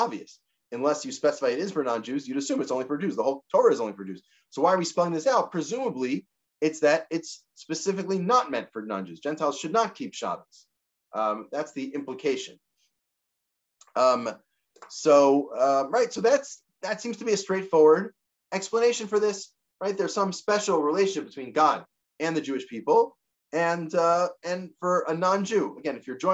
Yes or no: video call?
yes